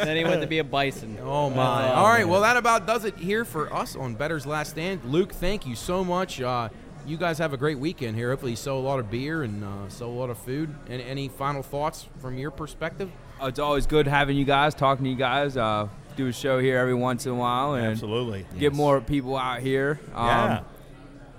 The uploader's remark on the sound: LIVE at Generations. LIVE on location.